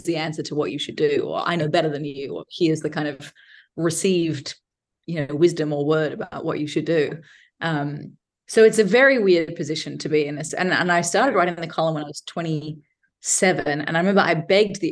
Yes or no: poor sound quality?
no